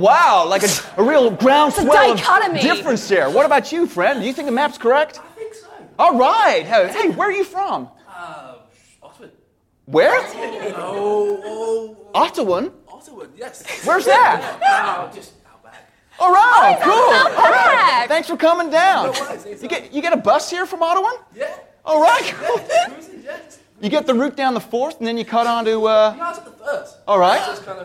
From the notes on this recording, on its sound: Oh and of course members of the wonderful audience too!